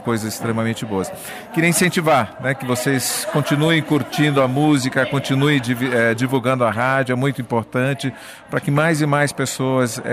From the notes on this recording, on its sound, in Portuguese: O bate-papo aconteceu durante o Festival Prosa e Canto em Anápolis, Goiás.